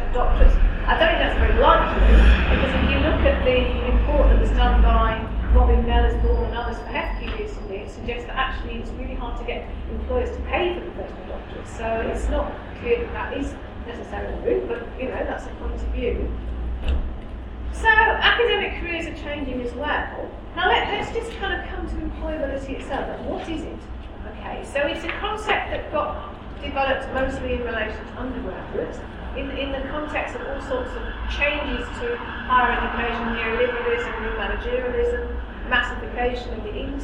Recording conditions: live audience